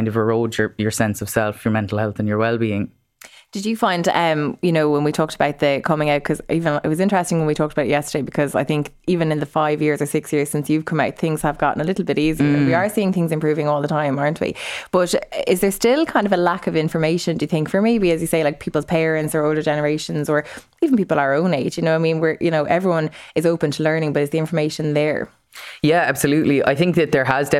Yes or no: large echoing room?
no